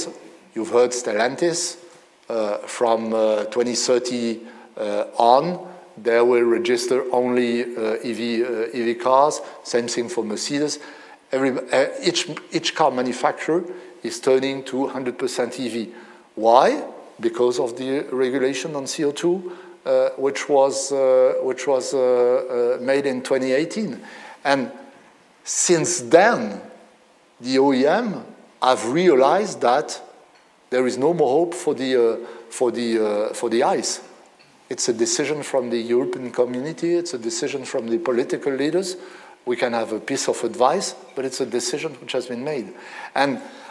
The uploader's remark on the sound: It was recorded at Reuters Automotive Europe 2022 in Munich. It was recorded at Reuters Automotive Europe 2022 in Munich.